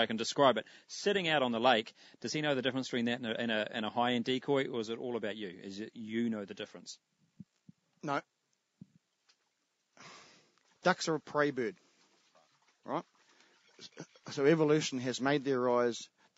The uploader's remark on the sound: Recorded from a MaiMai somwhere in the king country